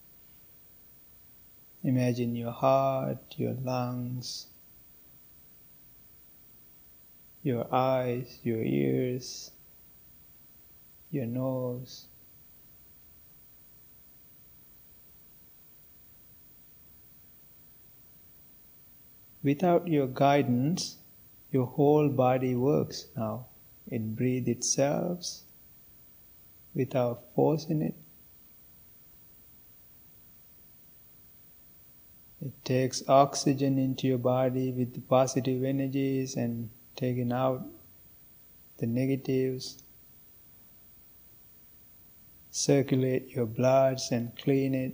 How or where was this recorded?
large echoing room